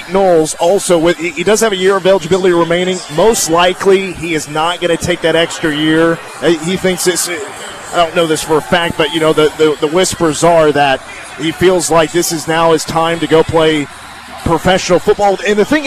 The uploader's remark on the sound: press conference